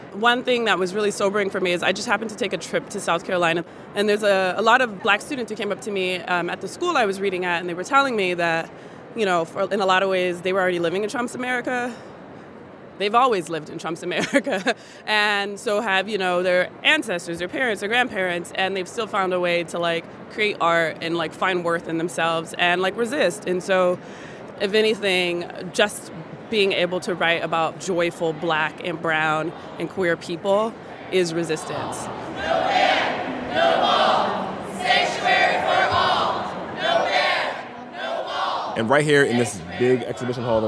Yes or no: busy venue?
yes